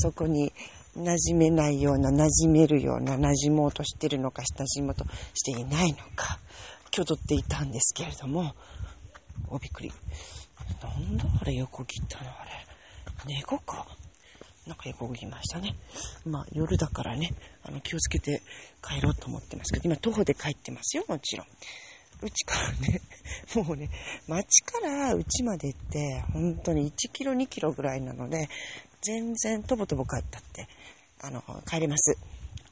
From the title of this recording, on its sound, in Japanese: 夜道歩きながら